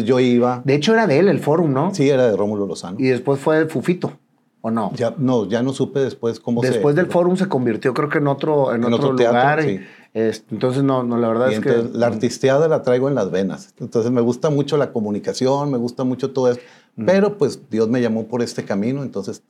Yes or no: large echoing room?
no